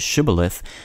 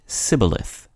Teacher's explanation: Gileadites pronounced the word shibboleth, but Ephraimites said sibboleth.